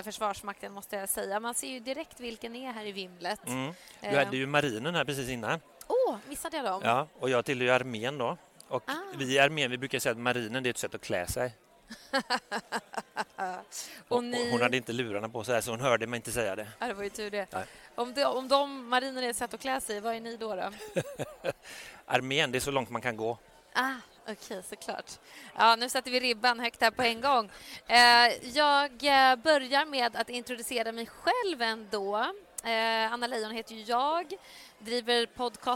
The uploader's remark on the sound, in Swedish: Live-podd från Ingenjörsdagen i GBG och Luleå. Som spelades in live på Ingenjörsdagarna i Göteborg och Luleå.